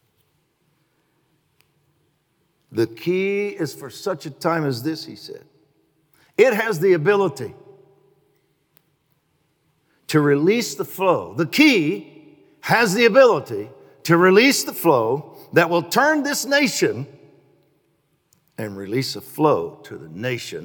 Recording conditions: live audience